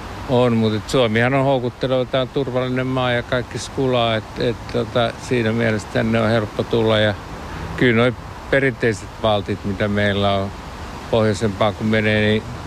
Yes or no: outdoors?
yes